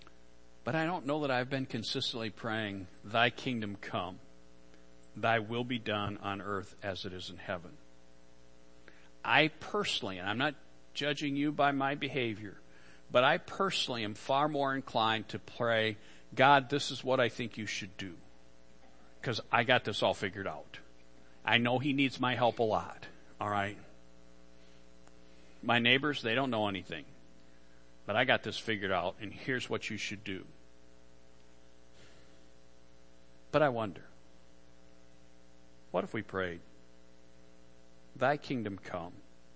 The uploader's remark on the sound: Worship Service - Audio